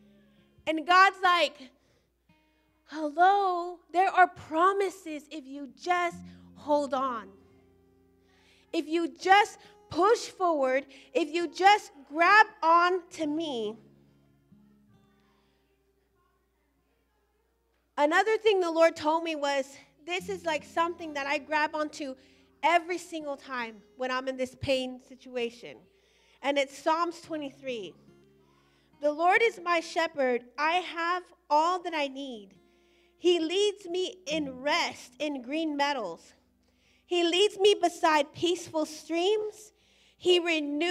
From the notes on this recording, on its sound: Recorded live at Emerging Streams Apostolic Center in Stryker, Ohio.